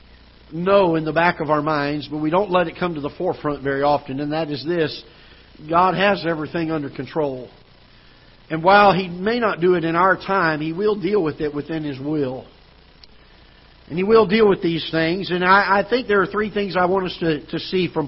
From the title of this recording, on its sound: Ketha Heights Baptist Church ~ Live Broadcast